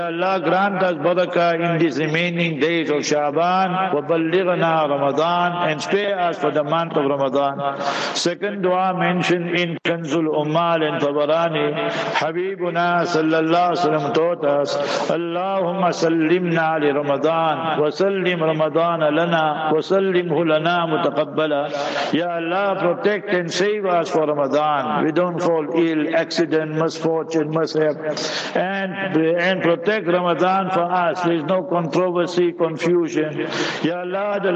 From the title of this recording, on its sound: Jumah Lecture at Rainbow Masjid